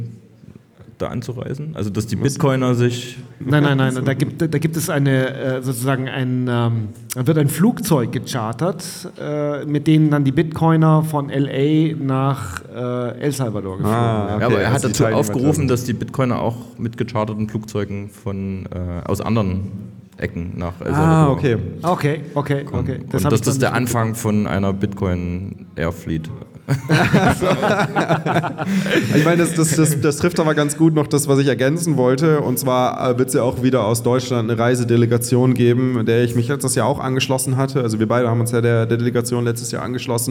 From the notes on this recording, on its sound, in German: Live vom Bitcoin Block München.